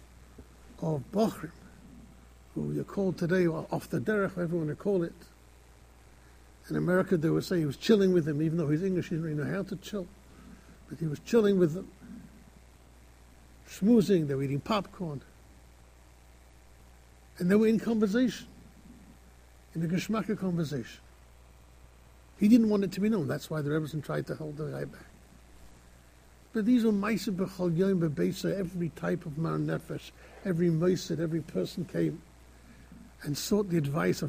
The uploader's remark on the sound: Shiur recorded in Yeshivas Ohr Reuven, Monsey, NY.